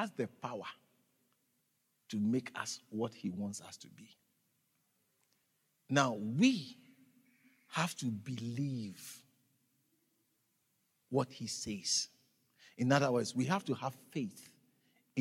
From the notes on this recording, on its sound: Preached at the Living Waters Cathedral.